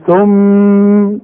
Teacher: ما دام عليهم الشدة لازم يغنوا بمقدار حركتين · Term: الغنة